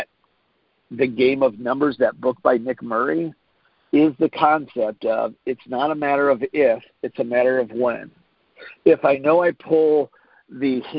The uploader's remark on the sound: Friday Morning Conference Call